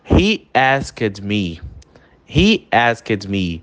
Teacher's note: Entra um som de um Y aí, que não sei de onde que vem, mas é o jeito da língua